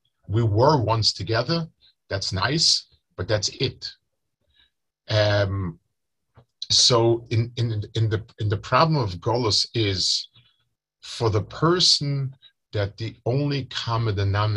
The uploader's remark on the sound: Delivered over Zoom to Chullin Chaburah.